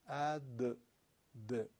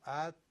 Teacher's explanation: ات اد د میگن جهر. دال جهر داره، ته همس. حالا تای ما که با همس شدن خودش ضعیف هم هست، این در حالت سکون قرار گرفته، فقط تکونش ندید اما به گوش شنونده هم به حال برسه دیگه.